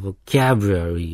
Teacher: vocab のところにアクセントがあるわけだから、vocabulary の V の後の O はうーなのね